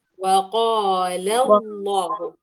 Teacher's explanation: واللام في كلمة قال مرققة، واللام في اسم الجلالة مفخمة